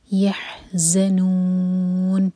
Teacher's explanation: ح حلق سے اور پھر ز پر بزنگ ساؤنڈ کے ساتھ، یحزنون، اور نو چار حرکہ لمبا ہوگا، یہ مد عارض